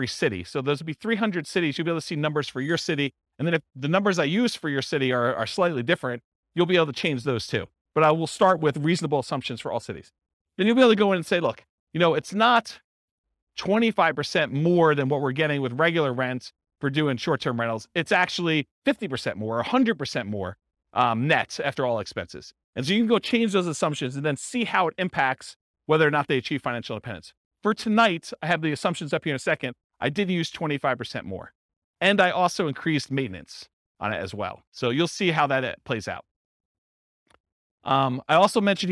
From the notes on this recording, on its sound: This was a live class recorded